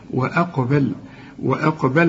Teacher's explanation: القاف هي المفخمة وكمان هنقلقلها